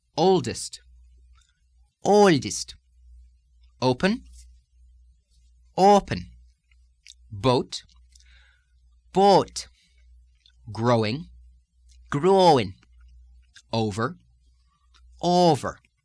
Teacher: Lilt downward, draw the vowel out even longer than its normal duration, and do this with the Irish resonance so that you also experience the softening of an O to a little bit softer A sound. But the resonance and the lilt, again, should take care of this automatically for you. · Term: O diphthong